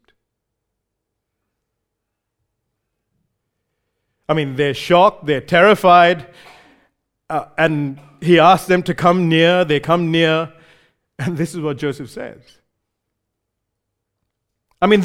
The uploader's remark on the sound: recorded live at Grace Community Bible Church